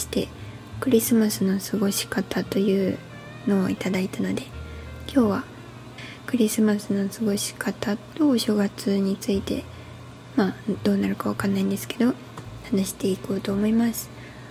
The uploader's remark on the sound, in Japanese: マイク買ってみたんですが、まだ調整上手く出来てなくて雑音うるさいです。